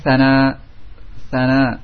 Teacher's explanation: sa termasuk huruf infitah sehingga tipis juga ikhfa-nya, tipis